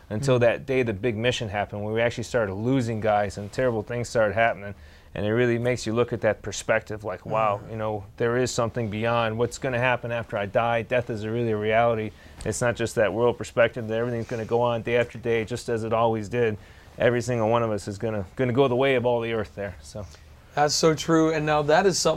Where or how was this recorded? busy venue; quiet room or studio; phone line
busy venue